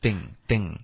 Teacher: Things 的这个要注意，不是撕，OK，舌头要贴上齿 · Term: TH 的音